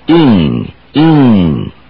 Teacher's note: Notice that even the vowel gets a little harder. It's more like the hard E sound.